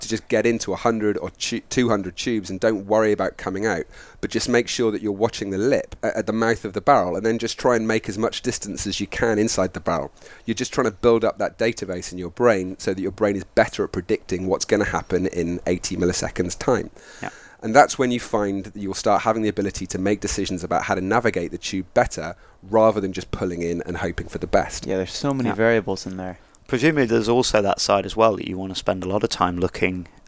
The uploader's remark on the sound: Recorded live from the beach in Nicaragua.